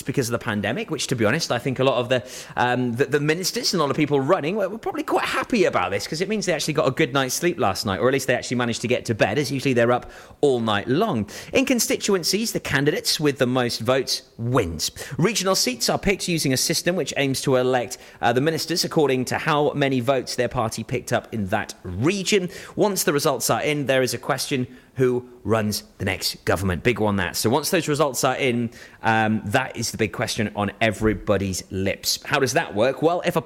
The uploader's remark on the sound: Live at the Senedd Election Count